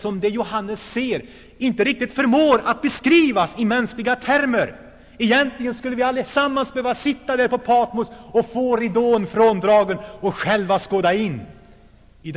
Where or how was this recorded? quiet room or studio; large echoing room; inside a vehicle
large echoing room